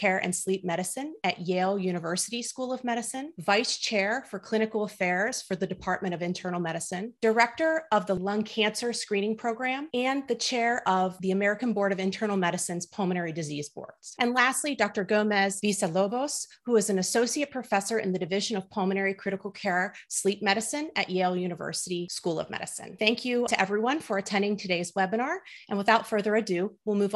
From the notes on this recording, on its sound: In this Allergy, Immunology, and Inflammation Assembly podcast, we share a recording of the webinar.